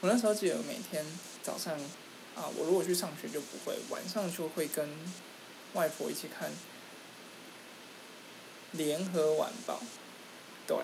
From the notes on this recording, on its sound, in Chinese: 錄音的品質一致性下次會多注意